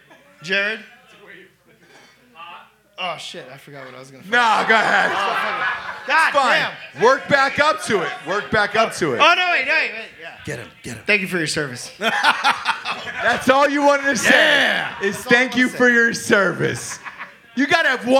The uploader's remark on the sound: We are live in Hollywood at the American Legion Post 43! A couple hundred Southern California Drinkin’ Bros.